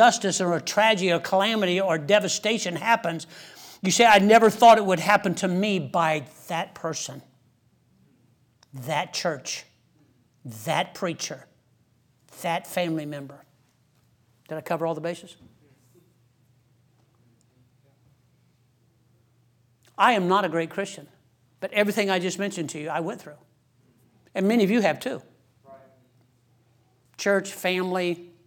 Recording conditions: large echoing room